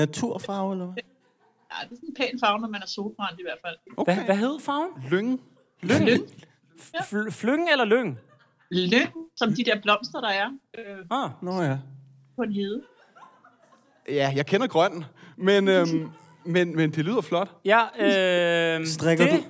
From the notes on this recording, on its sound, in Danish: LIVE fra Aveny-T. Første live-podcast i årevis!